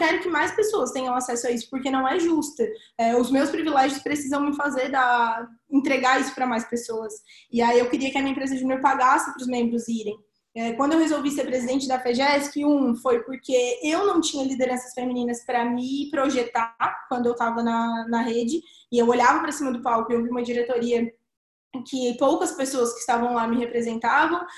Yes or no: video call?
yes